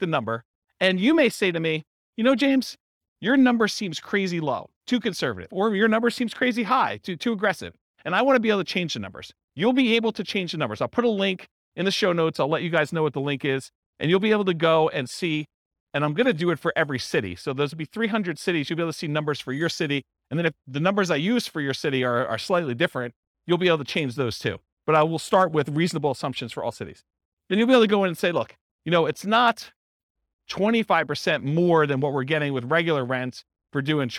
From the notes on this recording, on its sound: This was a live class recorded